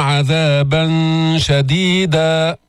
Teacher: لسانك بيبقى تحت ما يطلع على مخرج النون، فقط الغنة تأتي بها من الخيشوم · Term: إخفاء